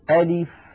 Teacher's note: أنطق همزة مفتوحة بعدها لام مكسورة بعدها فاء ساكنة